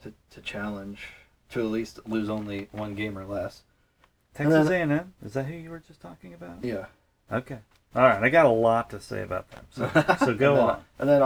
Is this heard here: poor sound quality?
yes